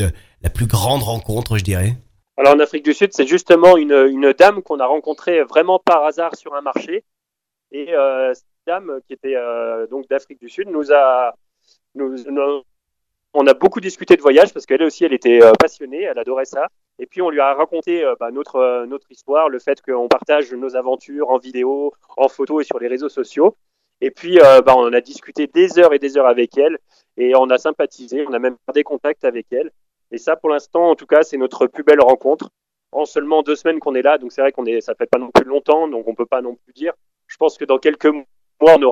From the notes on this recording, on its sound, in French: J'ai eu la chance d'avoir par téléphone